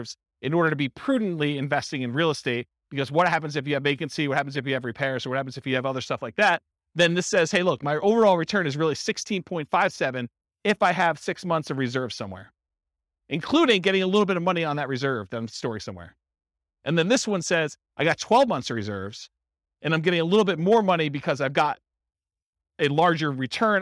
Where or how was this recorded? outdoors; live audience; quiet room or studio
live audience